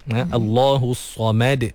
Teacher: Sebab sad dia tebal. Mim kena nipis. Allahus-Samad.